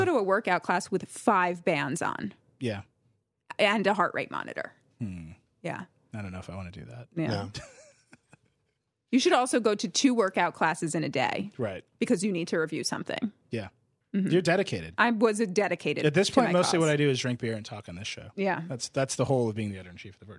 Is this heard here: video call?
no